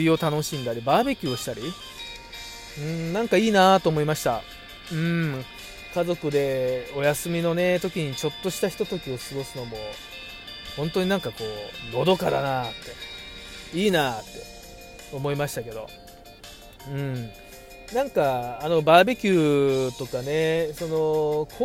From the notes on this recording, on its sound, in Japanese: 今日の収録も琵琶湖からお届けしております